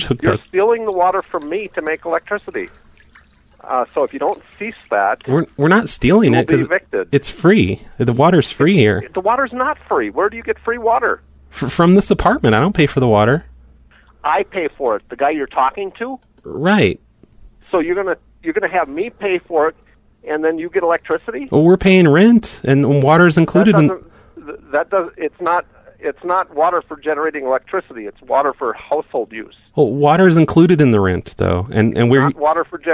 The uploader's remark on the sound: Prank Phone Calls Collection